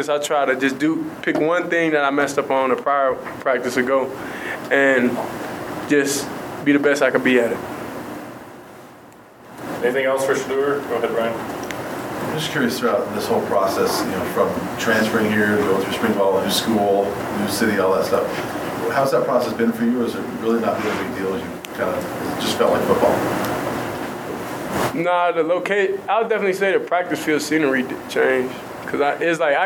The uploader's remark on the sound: fielded questions from the media in a press conference setting